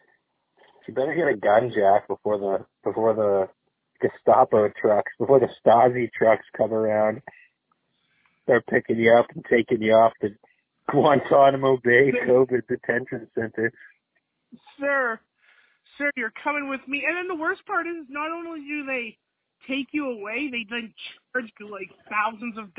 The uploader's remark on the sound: PodcastJones Over Da Phone